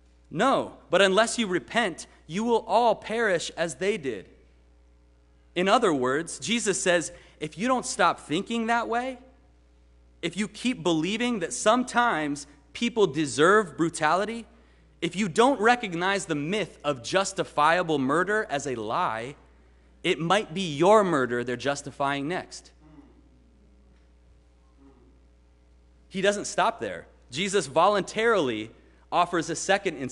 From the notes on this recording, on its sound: Sermon preached at RCHP on March 20, 2022.